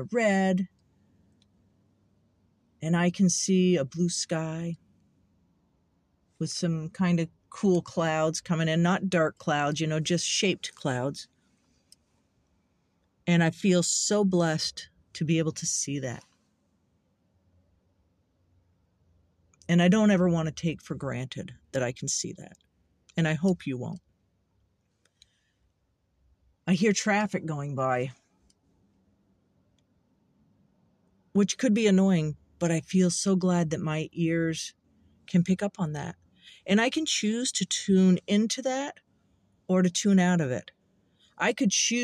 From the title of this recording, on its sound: The cat and my podcast in the car.